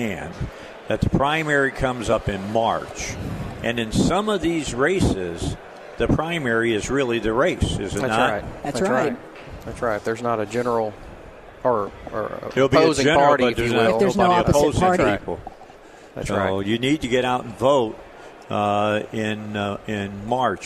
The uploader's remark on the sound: Live at the State Capitol for Filing Day.